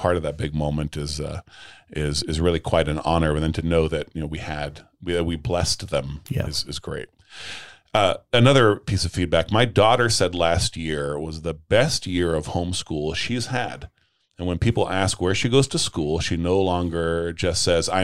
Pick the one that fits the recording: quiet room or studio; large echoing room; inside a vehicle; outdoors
quiet room or studio